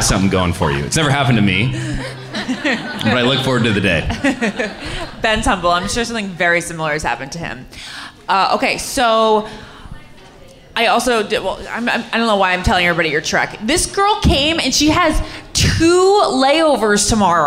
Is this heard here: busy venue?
yes